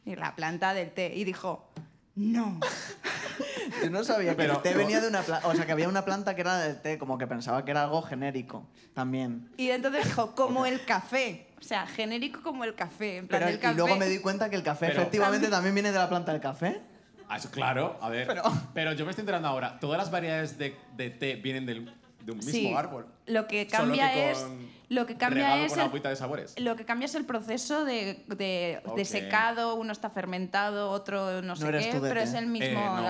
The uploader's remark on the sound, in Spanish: el programa que grabamos en el festival Soy Meme